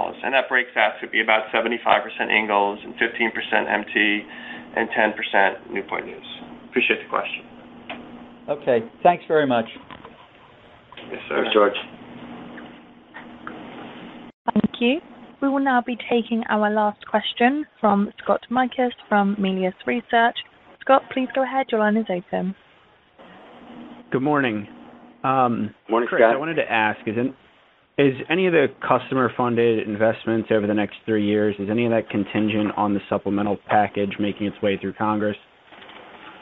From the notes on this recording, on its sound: Huntington Ingalls's Q4 2023 earnings call, unedited